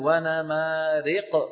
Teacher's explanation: أخطاء تقع عند نطق الفتحة، خلط صوتها بشيء من صوت الكسرة، بيقول مثلا وانا مارق، وانا ما الفتحة، وانا هذه عفوا بالنسبة للنون، وانا ما شو بيعمل؟ بيخلط صوت الفتحة بشيء من الياء · Term: الإمالة